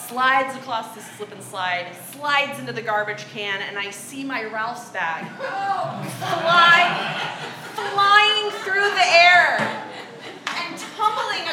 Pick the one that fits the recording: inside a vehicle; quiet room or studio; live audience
live audience